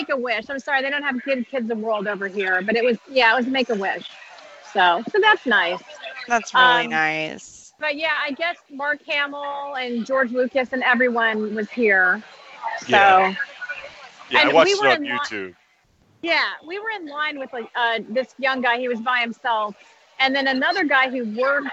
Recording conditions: busy venue